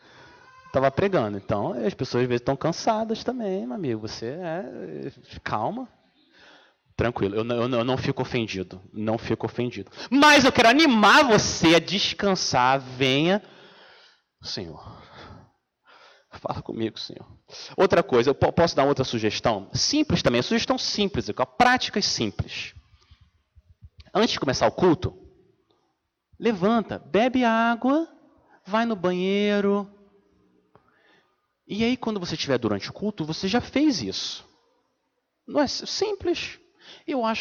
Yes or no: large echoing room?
yes